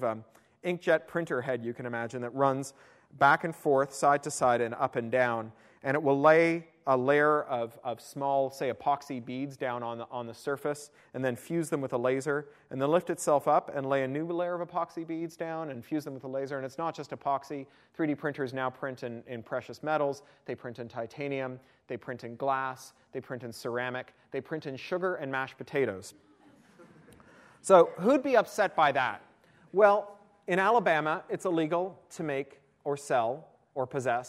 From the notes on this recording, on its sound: attended my University of Toronto iSchool talk